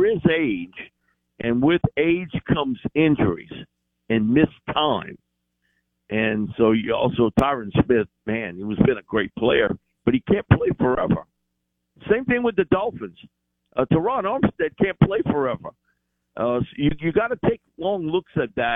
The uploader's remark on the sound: In the second hour of the show live in the BankPlus Studio. On the Farm Bureau guest line.